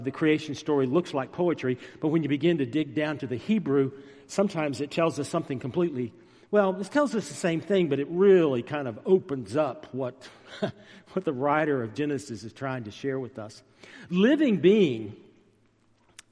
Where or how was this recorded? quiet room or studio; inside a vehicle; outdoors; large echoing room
large echoing room